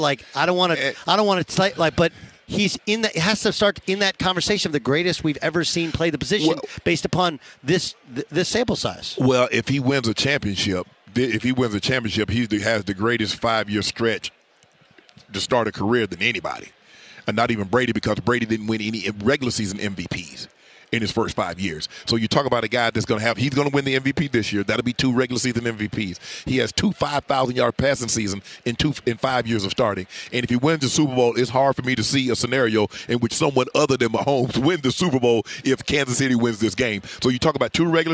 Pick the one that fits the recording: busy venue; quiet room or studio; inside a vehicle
busy venue